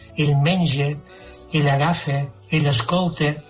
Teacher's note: Ell menja, ell agafa, ell escolta, és a dir, que la vocal neutra, que és del central, aquí la fem a Solsona amb una e tancada